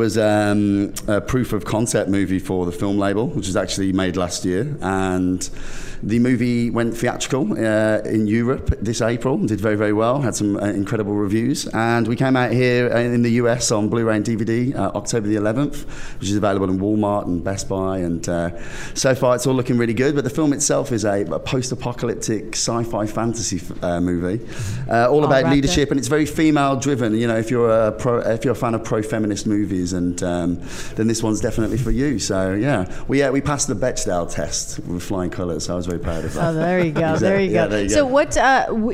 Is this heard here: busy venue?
yes